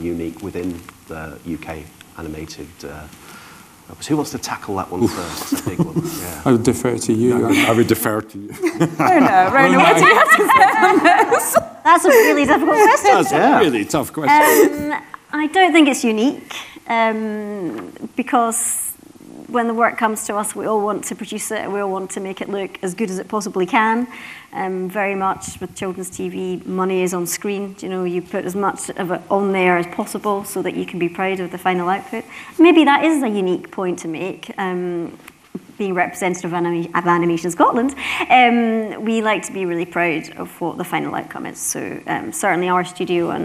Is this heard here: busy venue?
yes